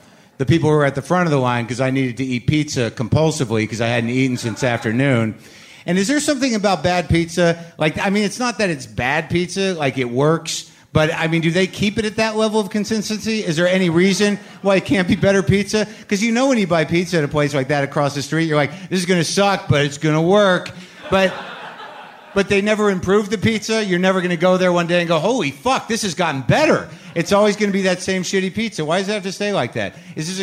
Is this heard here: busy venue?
yes